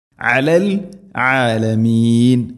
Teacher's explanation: ആയിനിൻ്റെ ഉച്ചാരണം തൊണ്ടയുടെ മധ്യഭാഗം ശ്രദ്ധിക്കണം.